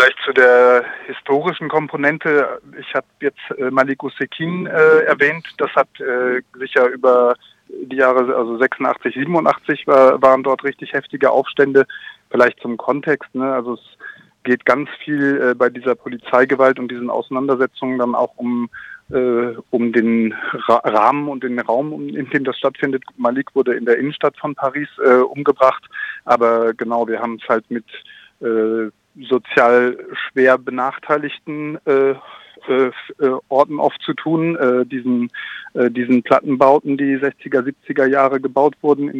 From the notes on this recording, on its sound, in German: Hört am Telefon einen Menschen